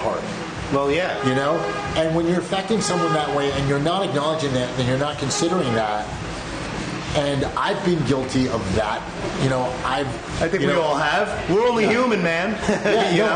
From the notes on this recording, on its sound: Recorded Live from Bushwick, Brooklyn at Physical Culture Collective. There is definitely some Brooklyn ambience with some sirens and passing subway trains in the background.